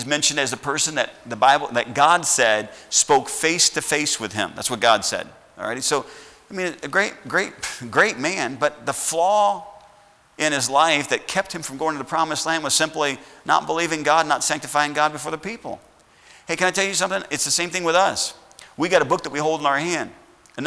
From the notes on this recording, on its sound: at Heritage Baptist Church, Lawrence Kansas on Sunday SS, February 14th, 2021.